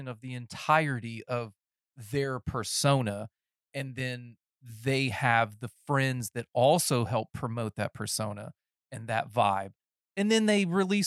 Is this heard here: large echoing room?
no